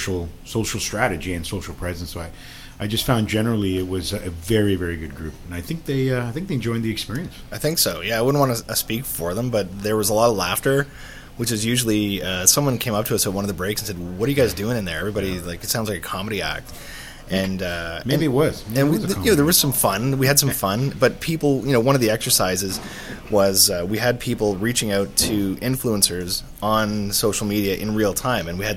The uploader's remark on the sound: at the 2018 FEO Conference in Hamilton